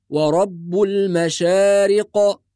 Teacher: ننتبه إلى قلقلة القاف عند الوقف